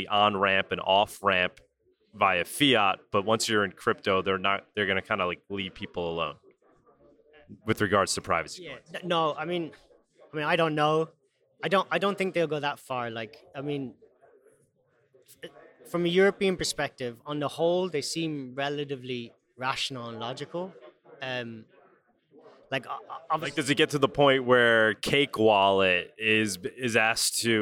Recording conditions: busy venue